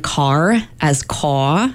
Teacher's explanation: So one is drop in R's, R-lessness. So that would be like saying car as caw.